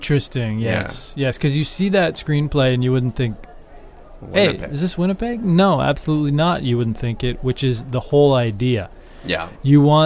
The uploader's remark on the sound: on location at the lovely Minneapolis-St Paul International Airport